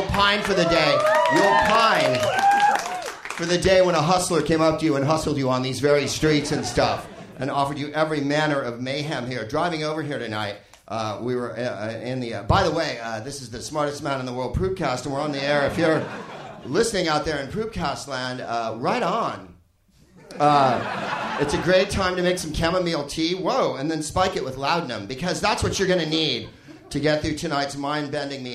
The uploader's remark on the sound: Live from the Soho Theatre in London